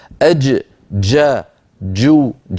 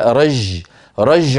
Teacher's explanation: ليست جيما رخوة كما يعتاد الناس في بعض العاميات المعاصرة أن يفعلوا · Shown in: first take · Term: الجيم الفصيحة العربية